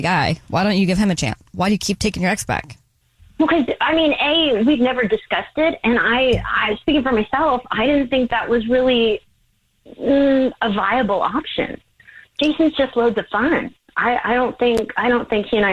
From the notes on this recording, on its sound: We get that other person on the phone